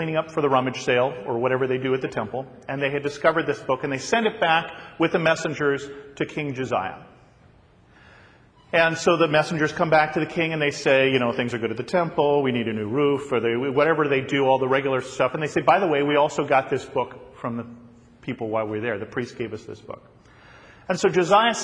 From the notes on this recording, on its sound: a sermon that I recently preached at my home church